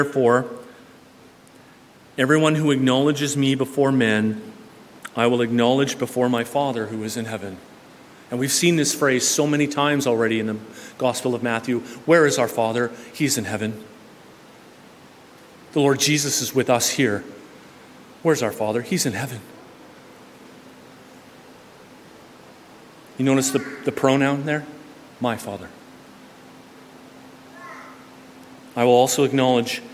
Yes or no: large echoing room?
yes